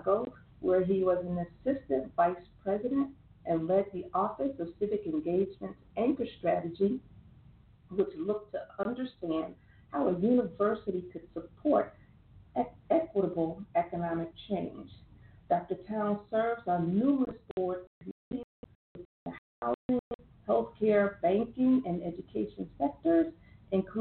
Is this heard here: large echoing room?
no